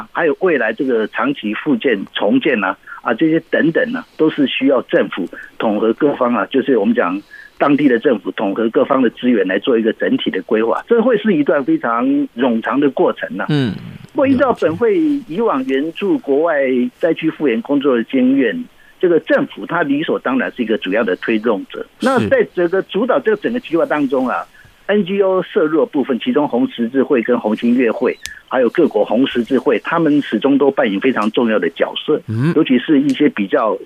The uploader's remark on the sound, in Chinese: 土耳其現場連線